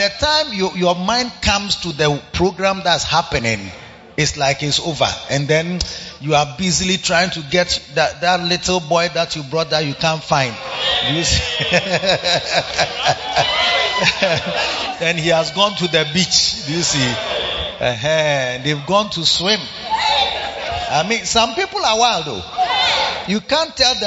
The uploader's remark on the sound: Preached at the Makarios Impartation Service - The Makarios Cathedral, HQ